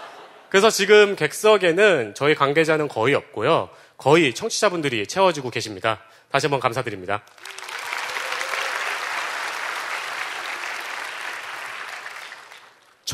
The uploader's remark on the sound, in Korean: 300회특집 공개방송